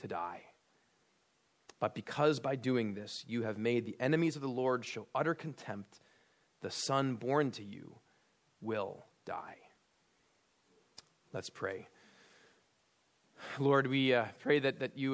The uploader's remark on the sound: at Immanuel Lutheran Church in Pasadena, CA